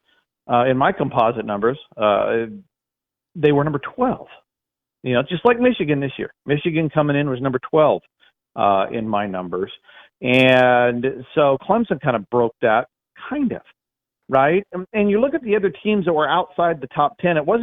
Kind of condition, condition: link, phone line